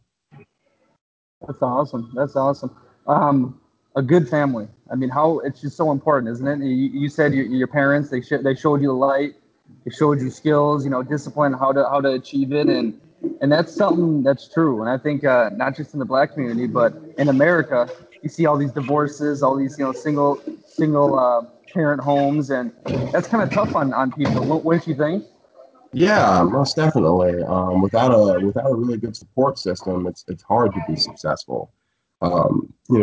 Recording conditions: video call